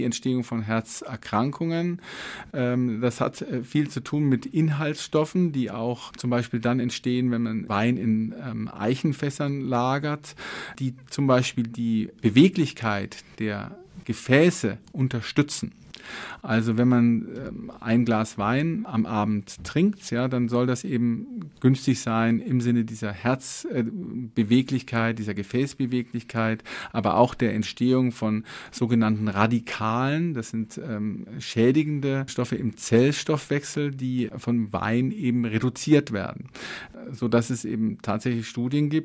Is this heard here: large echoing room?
no